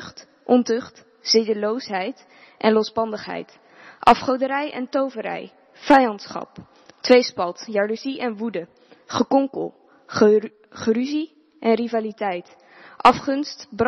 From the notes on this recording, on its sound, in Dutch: De preek is op 1 mei opgenomen in de De Hoeksteen in Haren